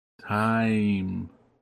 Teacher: this is where a vowel is made up of two sounds. For instance, the vowel in time is A-H and E-E put together. · Term: diphthongs